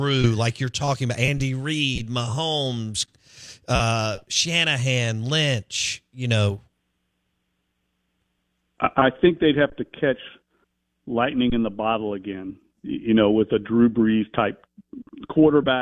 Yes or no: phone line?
yes